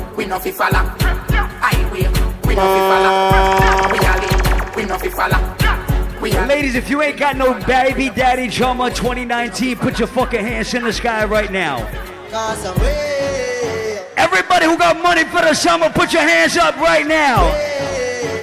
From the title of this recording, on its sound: LIVE AT ISLAND SATURDAYS ON JUNE 8TH